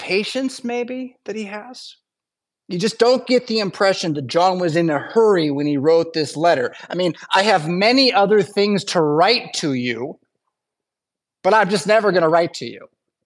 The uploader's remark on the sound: Preached at St Paul Lutheran Church , Rockford, Illinois on Wednesday December 20th, 2023.